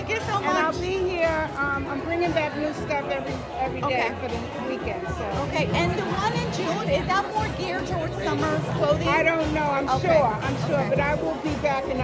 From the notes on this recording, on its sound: Live from the Manhattan Vintage Show! As I record live from the Manhattan Vintage show. You're going to hear a few of those fashion enthusiasts here on this podcast.